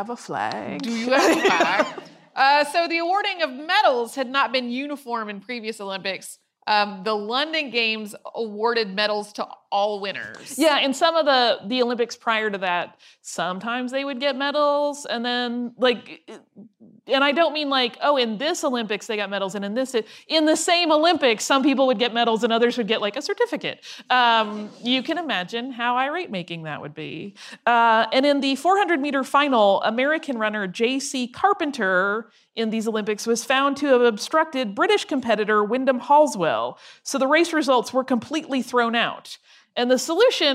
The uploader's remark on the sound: This episode is our 2016 live show from the Dallas Museum of Art about the Olympics.